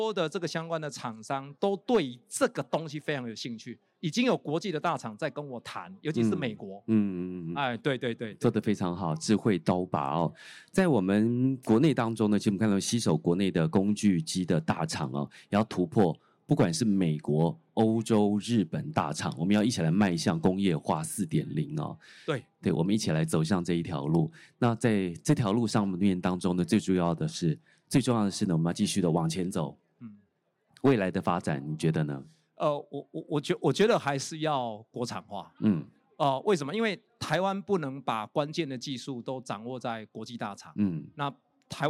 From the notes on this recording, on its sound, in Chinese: 本集節目於2022年「台灣國際智慧製造系統整合展（TIIM）」展期間錄製